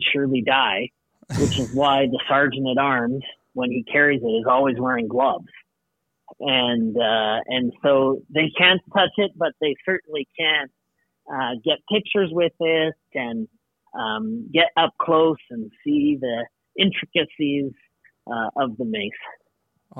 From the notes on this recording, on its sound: takes this call from his third floor office at the Alberta Legislature in Edmonton.